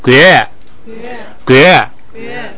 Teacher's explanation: 把这个调摁下来，是吧，把二声变成三声 · Term: 把调摁下来